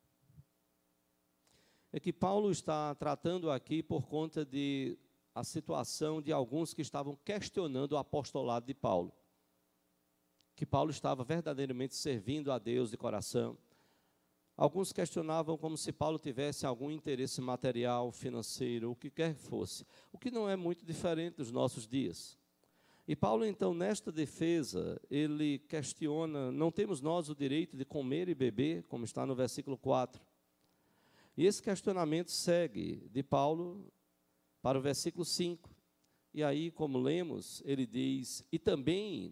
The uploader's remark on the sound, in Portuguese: Culto matinal(9h) presencial e transmitido ao vivo